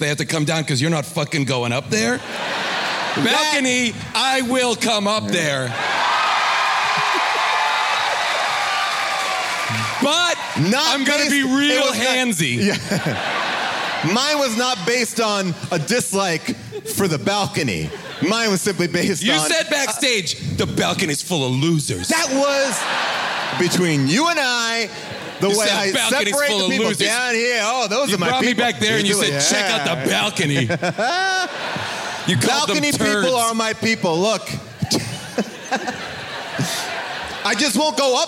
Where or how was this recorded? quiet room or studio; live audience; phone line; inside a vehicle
live audience